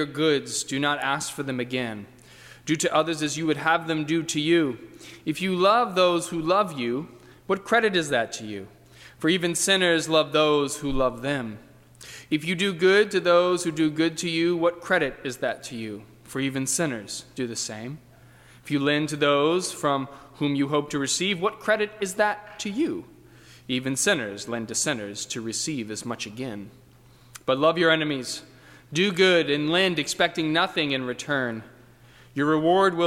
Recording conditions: large echoing room